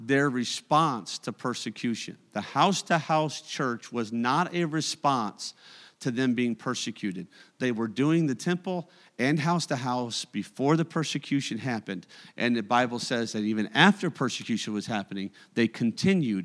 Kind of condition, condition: setting, large echoing room